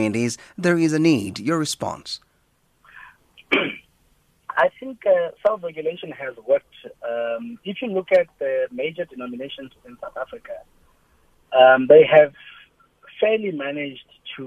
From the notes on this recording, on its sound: Guest in studio. Guest on the phone.